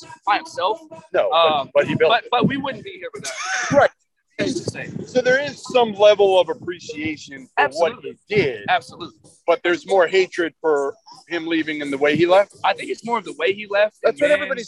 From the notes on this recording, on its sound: Camps Out With Angry Texas Tech Fans. Is LIVE from Lubbock, Texas ahead of one of the biggest games of the season!